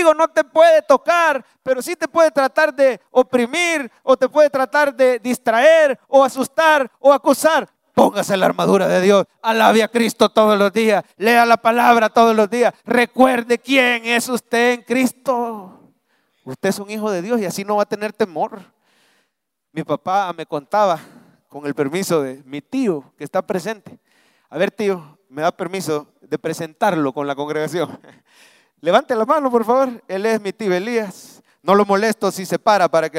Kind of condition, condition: setting, large echoing room